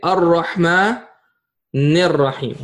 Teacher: I just skipped the Hamzatul Wasl